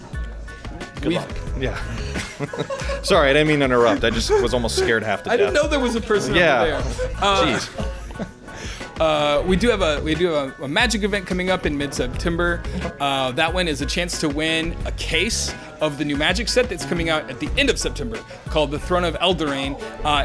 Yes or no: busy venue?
yes